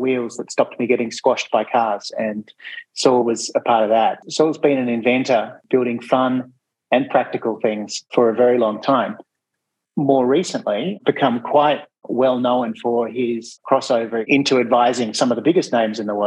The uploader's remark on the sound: This episode features the recording of an online conversation.